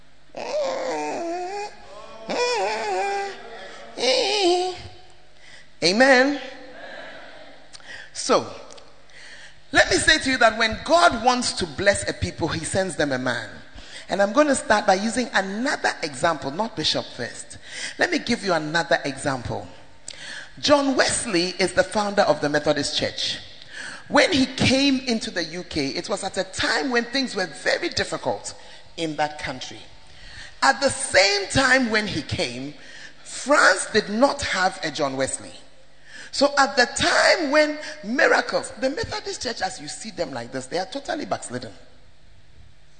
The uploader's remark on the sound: preached in First Love UCC